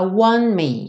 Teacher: Aqui, no want, esse T sumiu. Na canção, ele fala want me.